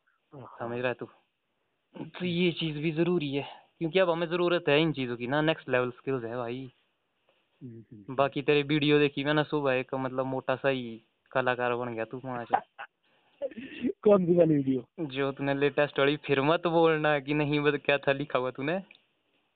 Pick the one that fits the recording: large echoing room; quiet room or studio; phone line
phone line